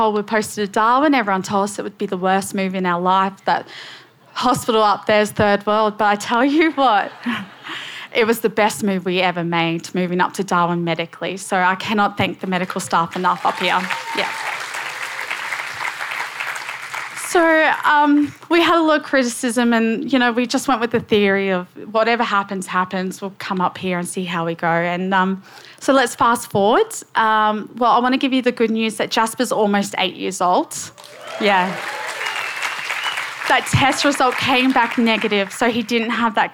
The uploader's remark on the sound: SPUN: True Stories Told in the Territory is a live storytelling event that showcases some of the extraordinary people and stories that make up the Northern Territory. Told at our event at Darwin Festival.